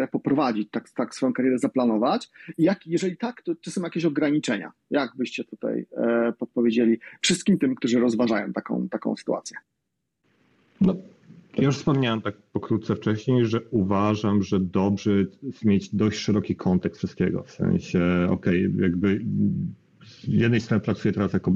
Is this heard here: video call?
yes